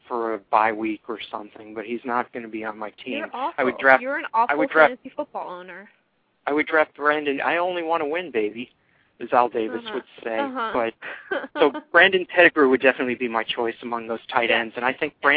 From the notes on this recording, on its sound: fan interaction via phone